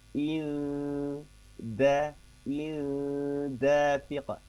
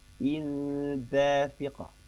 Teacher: Ke arah mau nempel huruf dal tetapi belum nempel, belum terucap sepenuhnya. Jadi ngegantung ke arah huruf dal. · Term: ikhfa